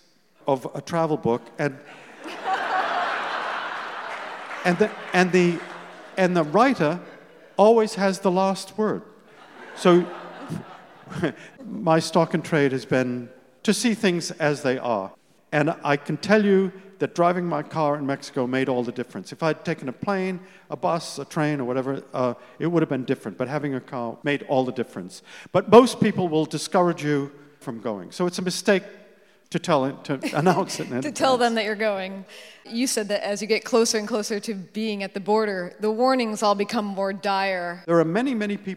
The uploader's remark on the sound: This time, live onstage. Live stage interview. At Town Hall Seattle.